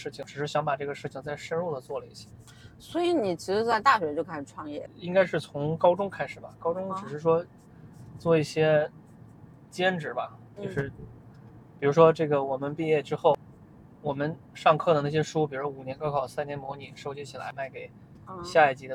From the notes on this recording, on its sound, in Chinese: 这期很特别，因为我忙着赶车所以是在车上录制的这期播客。